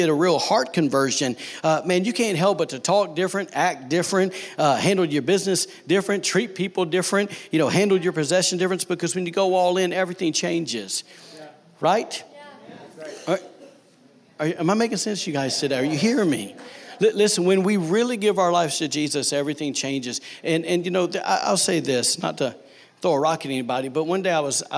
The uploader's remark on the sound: Was recorded on Sunday, April 28, 2019, during service at The Anchor Church in Rockport, Maine.